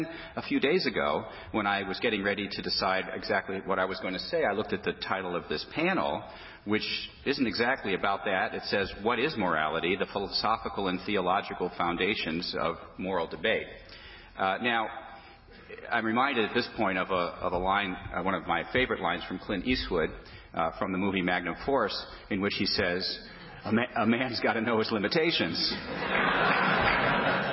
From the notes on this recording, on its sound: The Federalist Society's Student Division presented this panel at the 2007 Annual Student Symposium on February 23, 2007.